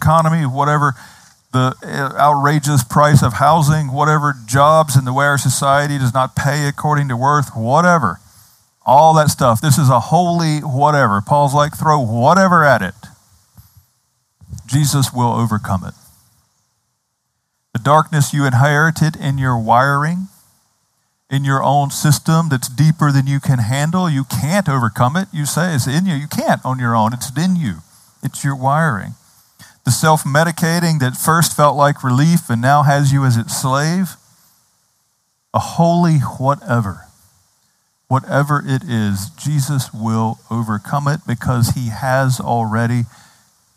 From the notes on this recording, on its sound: Outdoors this Spring and Summer, outside the Retreat House. On the beautiful and scenic campus of Gordon Conwell Theological Seminary 130 Essex St, South Hamilton, MA 01982.